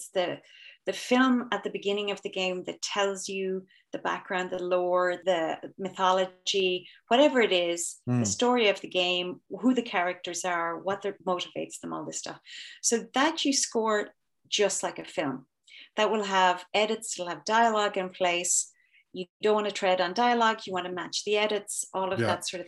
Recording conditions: video call